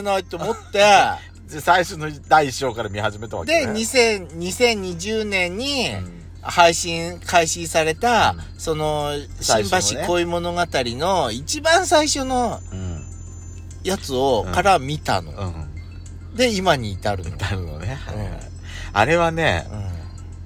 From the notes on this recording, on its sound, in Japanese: 2人組。パーキング収録。